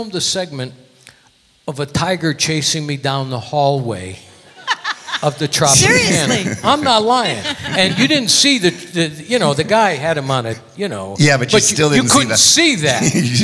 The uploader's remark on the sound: Live at the SouthPoint.